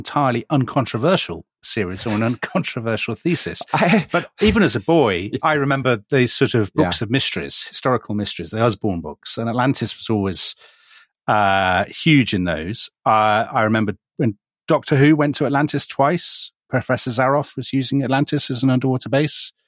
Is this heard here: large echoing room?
no